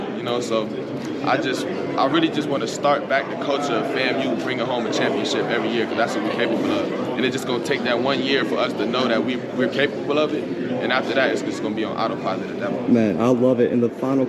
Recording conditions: busy venue